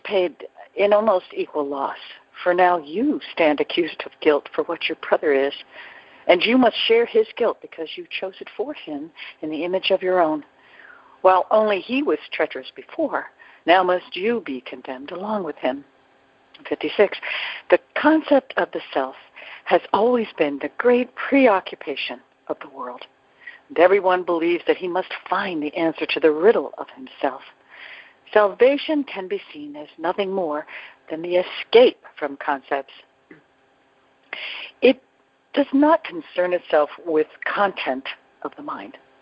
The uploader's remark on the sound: ACIM Daily TEXT Conference Call